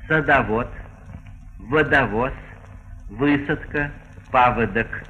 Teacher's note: на месте «а» и «о» произносится редуцированный, то есть полуглухой, неясный звук, похожий на «ы» – «садовод», «водовоз», «высадка», «паводок».